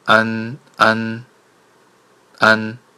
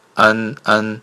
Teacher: 收音的时候抵到上齿龈，发音结束。所以它是一个前鼻音